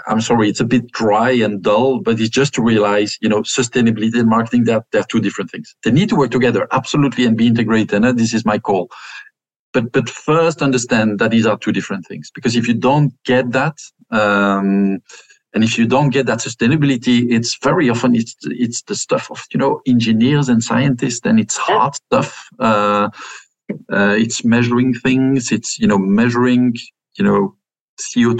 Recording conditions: video call